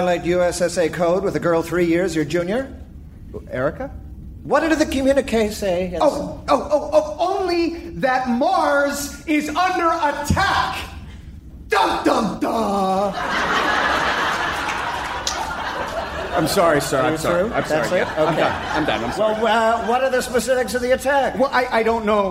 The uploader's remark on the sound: Recorded Live 8/6/2011 at Largo, Los Angeles.